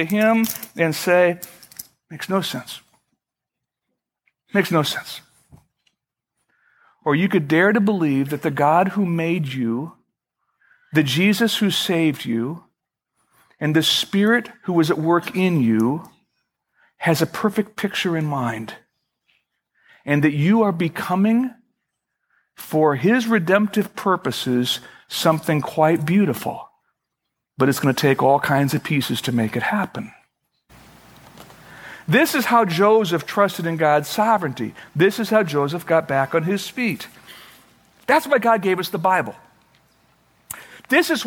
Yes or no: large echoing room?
yes